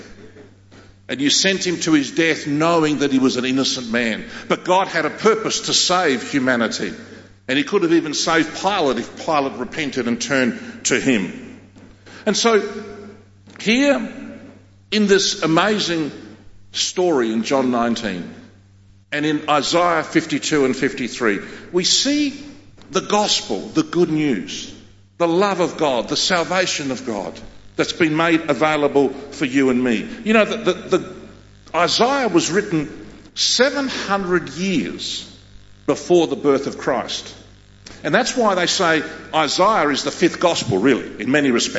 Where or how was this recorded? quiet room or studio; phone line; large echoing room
large echoing room